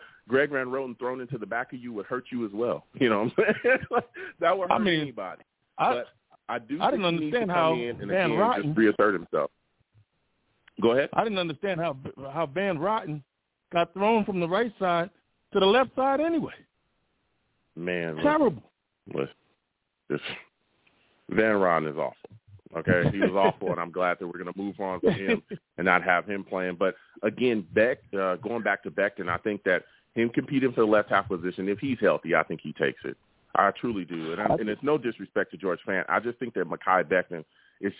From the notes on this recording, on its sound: I also take live callers!